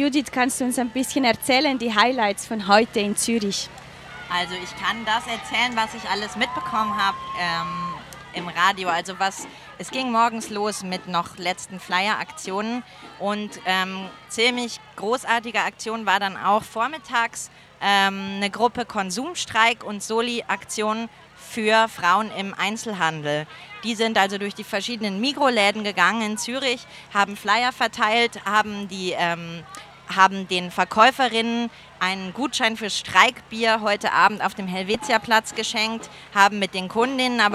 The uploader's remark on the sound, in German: Ihr hört einen Ausschnitt des feministischen Streikradios RADIO von Radio LoRa, welches live von der Demonstration in Zürich berichtete (etwa 100.000 Protestierende!).